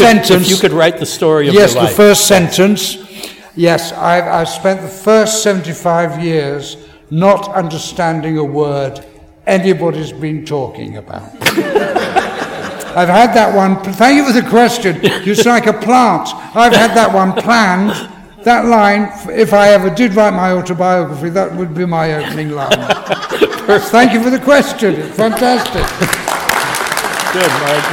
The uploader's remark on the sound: In front of a LIVE audience at Pensacon 2020.